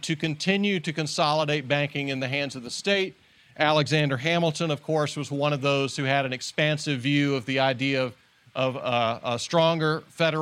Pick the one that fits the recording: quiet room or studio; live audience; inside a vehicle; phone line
live audience